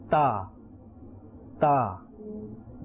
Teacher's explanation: it is pronounced from the tip of the tongue and the roots of the upper front teeth